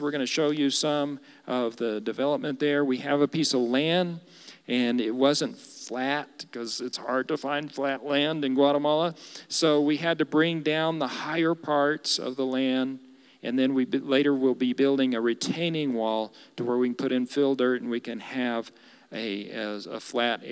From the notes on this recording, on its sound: Recorded live during our Wednesday night service